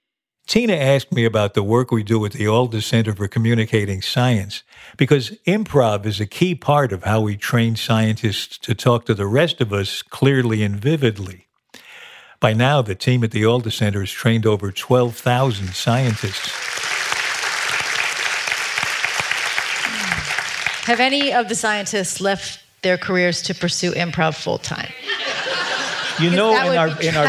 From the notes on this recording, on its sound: This episode was originally recorded live on stage.